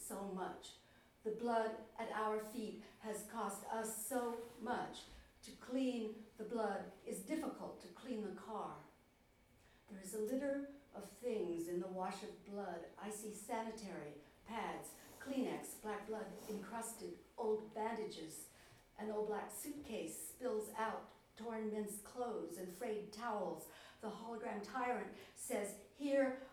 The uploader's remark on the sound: This podcast is a recording of the 2015 StAnza International Poetry Festival Round Table event